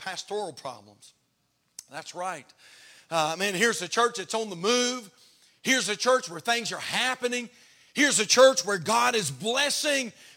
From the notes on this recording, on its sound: Haven Baptist Church Final Sermon